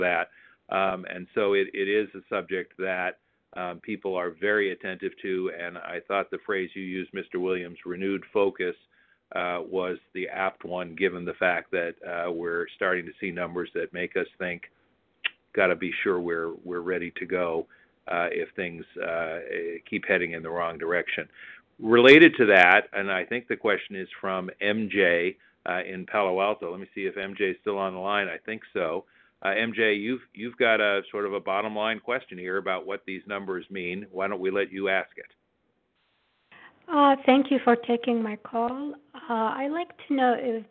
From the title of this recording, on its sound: Telephone Town Hall